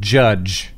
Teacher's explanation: So it's a short I and a J sound rather than a G sound.